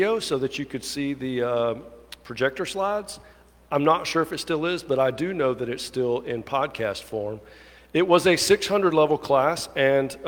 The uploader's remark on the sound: At the 11:00 traditional service. Alabaster First United Methodist Church.